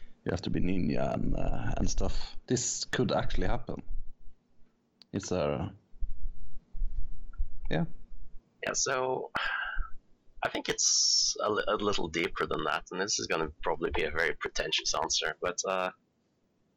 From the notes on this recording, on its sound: A slight tweak in audio ruins our 50 minute recording of Mob Psycho 100. Audio peaks all over the place resulting in a horrifyingly bad episode that will most likely kill your ears.